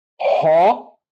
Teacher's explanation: Olha aqui, ó, aspiração forte. Então, não é ó, é ró.